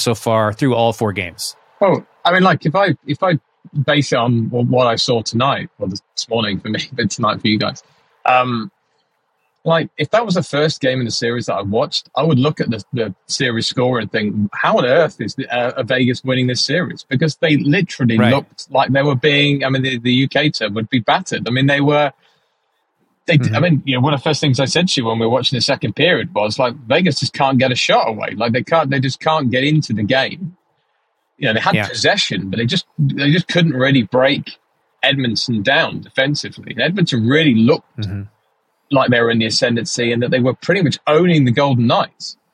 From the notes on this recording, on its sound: The guys do a car cast. Live from the road!